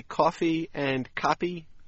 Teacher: the vowels will be identical for the people who come from Pittsburgh or from Montreal